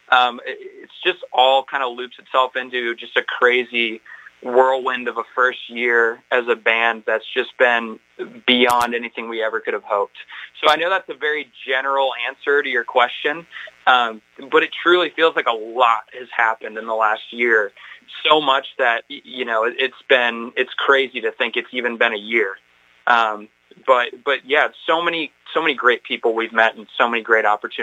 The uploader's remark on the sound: This episode was recorded over the phone in the Radio Free Brooklyn studio in Brooklyn, NY.